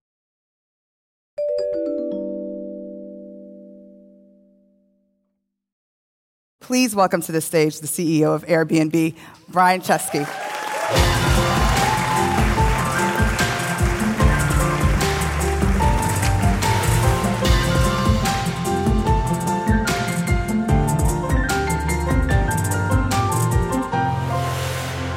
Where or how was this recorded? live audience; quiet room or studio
live audience